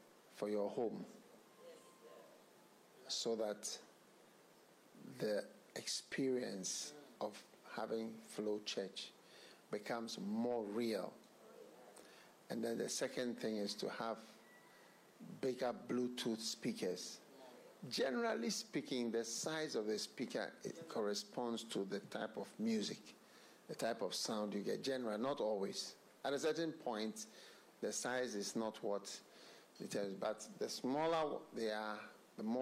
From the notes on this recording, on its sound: Preached at the FLOW Church Service.